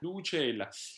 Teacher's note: But in the aria proper, we have luce e la together. And here we actually have then two stressed syllables back to back